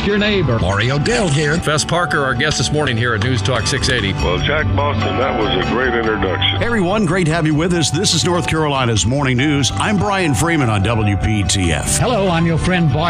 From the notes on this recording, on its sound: broadcasting live from Bell’s Carpet & Floors